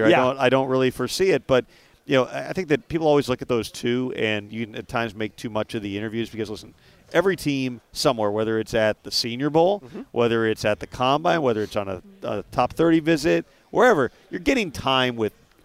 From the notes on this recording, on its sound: Live from the NFL Combine.